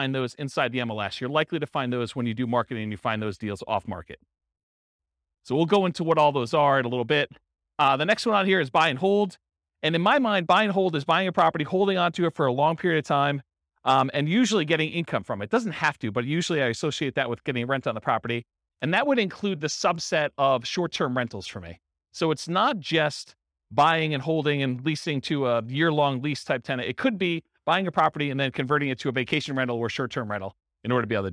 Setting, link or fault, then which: setting, live audience